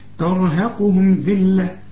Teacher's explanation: الراء هي المفخمة والقاف كمان مفخمة